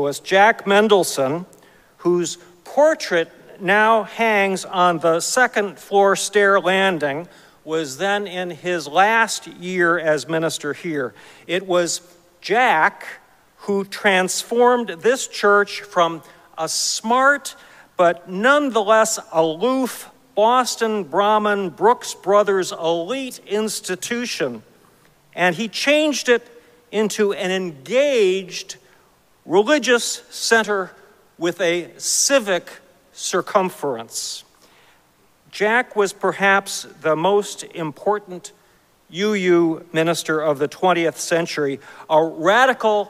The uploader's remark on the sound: Recorded live at Arlington Street Church.